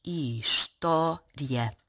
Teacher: Ou seja, ela parece uma palavra esdrúxula, mas de facto não é, porque o seu acento não é na antepenúltima sílaba, mas sim na penúltima · Term: falsa proparoxítona